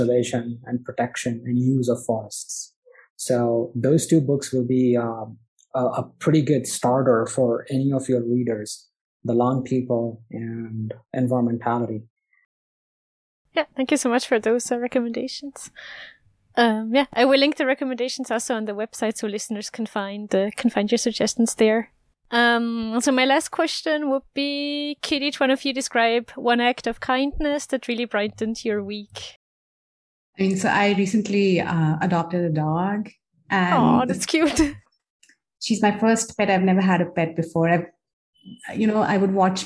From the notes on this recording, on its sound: I’ve had a chance to virtually sit down with two of the interdisciplinary scientists